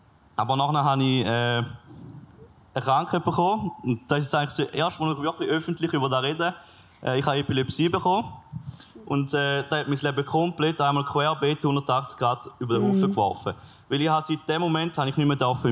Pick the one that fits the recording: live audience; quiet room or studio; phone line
live audience